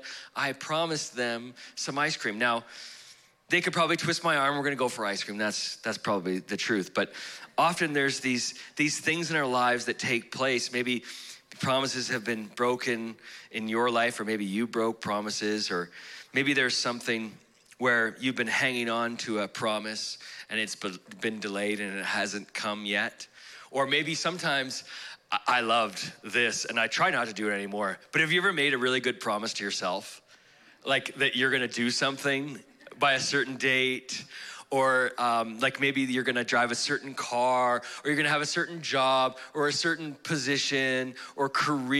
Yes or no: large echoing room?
yes